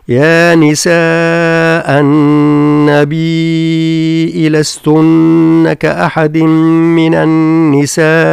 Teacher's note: يا نساء النبي، بطبيعة الحال كل مد بعده همزة قطع فهو مد واجب متصل، ويمد بمقدار ألفين أو بمقدار أربع حركات. ثم النون من لفظة النبي فيها يعني شدة، هي مشددة فتكون فيها الغنة، والغنى مقدارها مد.